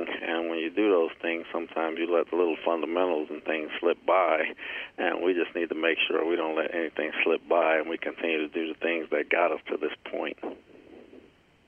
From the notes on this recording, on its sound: Addressed Reporters During a Monday Conference Call